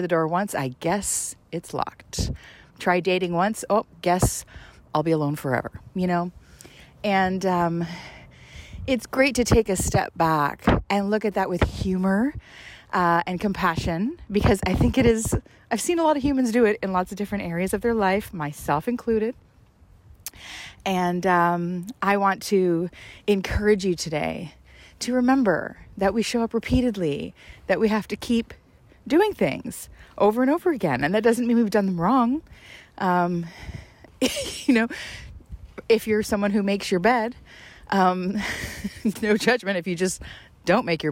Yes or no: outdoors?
yes